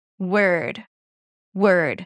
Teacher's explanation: So you don't pronounce the or as in four, you pronounce it as a schwa.